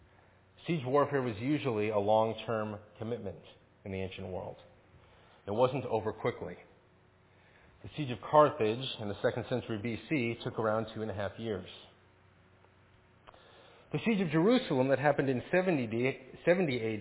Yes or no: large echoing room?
yes